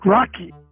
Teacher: Then there's the hard k interrupting the flow. It almost sounds like a bump in the road.